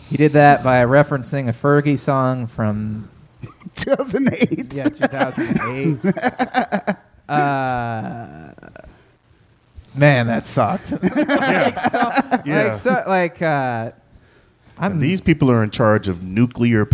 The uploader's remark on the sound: This live talk show is recorded in front of a human audience at 6:00 PM on Sundays at Chameleon in Northside, Cincinnati.